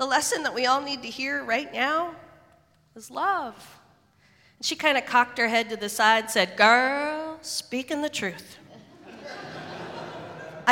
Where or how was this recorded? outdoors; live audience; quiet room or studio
live audience